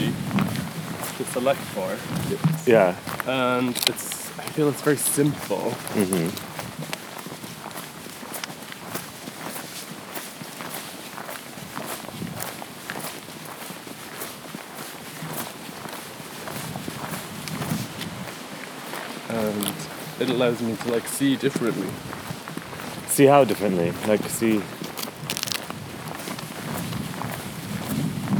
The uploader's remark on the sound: Mic Tíre Field Recording.